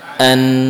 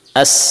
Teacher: Sebagian pada lidah, ya, sebagian melewati hidung, tidak seperti sin. As murni pada lidah, ya. · Term: nun